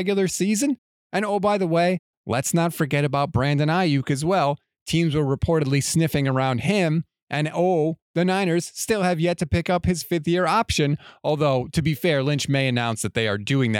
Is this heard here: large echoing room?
no